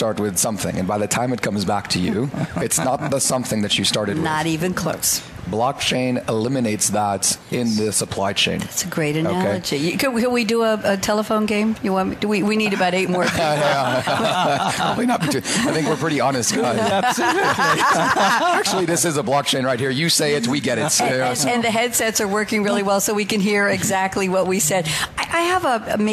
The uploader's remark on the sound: Coffee Break with Game-Changers Radio was invited to broadcast live from SAPPHIRE NOW 2017